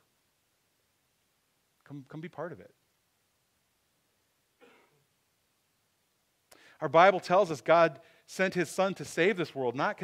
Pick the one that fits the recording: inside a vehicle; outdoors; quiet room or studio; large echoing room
large echoing room